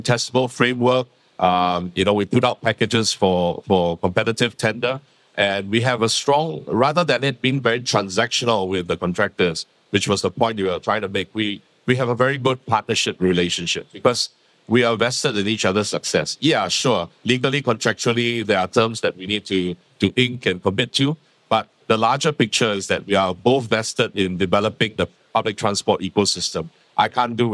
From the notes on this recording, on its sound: This week we bring you our final segment from the UTIP Global Summit held earlier this summer in Barcelona. CEO Roundtable recorded live at the summit.